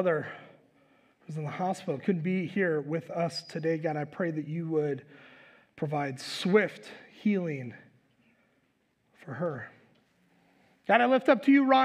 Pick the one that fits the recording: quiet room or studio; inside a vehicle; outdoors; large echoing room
large echoing room